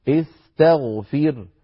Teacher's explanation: الحالة الثانية أن يكون الحرف الثالث مفتوحا نحو استغفر، فهنا الحرف الثالث هو التاء استا، فالحرف الثالث مفتوح لذلك نكسر همزة الوصل فنقول استغفر